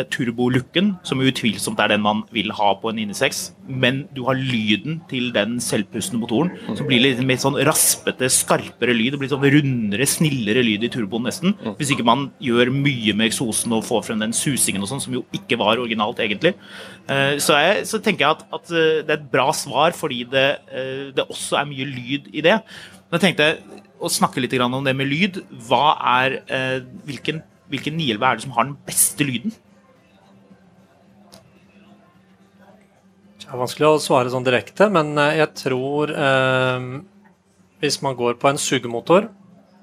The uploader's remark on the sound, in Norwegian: Vi tar turen til Porsche Festival 2023 og lager live podcast fra Rudskogen med 10.000 besøkende. Med oss i paddock.